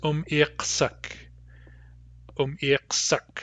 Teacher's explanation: What we're doing is we're combining the stem umirksu with the ending uk, and when we pronounce them together, they contract to umirksuk. · Term: contraction